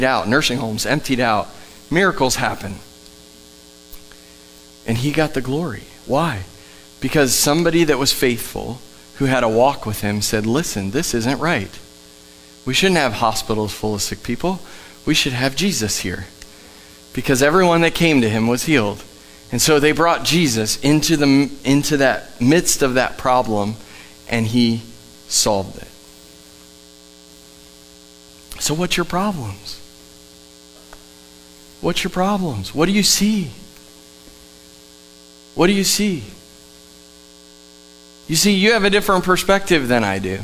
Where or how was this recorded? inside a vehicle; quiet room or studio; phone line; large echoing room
large echoing room